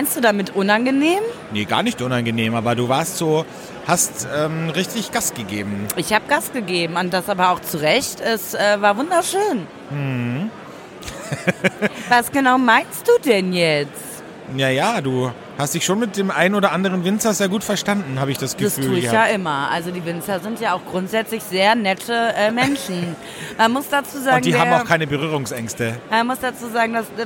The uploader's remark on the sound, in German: nehmen das erste Mal Live von der größten internationalen Naturweinmesse in Berlin auf